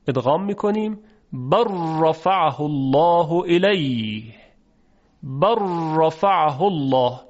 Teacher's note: مثلا بل رفعه الله الیه، لام ساکن بل مدغم هست و حرف را متحرک در رفعه الله مدغمون فیه، پس مدغم یعنی لام در مدغمون فیه یعنی را ادغام میشه. و چون مخرج لام و را نزدیک هم هستند، به این نوع ادغام میگن ادغام متقاربین یا قربین